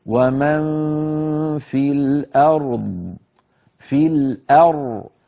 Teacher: فيجتمع في النطق راء ساكنة وضاد ساكنة، فعلينا أن نبقي الراء كما هي ساكنة والضاد نسكنها للوقف، ولا نجعل أحد الحرفين لا الراء ولا الضاد يطغى أحدهما على الآخر. · فنعطي الراء حقها من صفة البينية والتفخيم، ثم نقول فنعطي الضاد حقها أيضا من الرخاوة والاستعلاء والإطباق والتفخيم